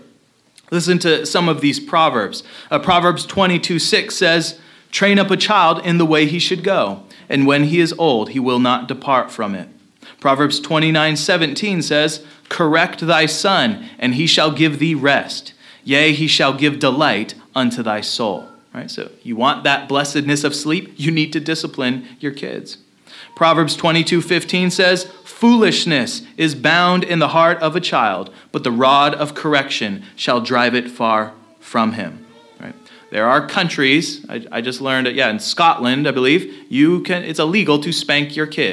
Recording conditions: large echoing room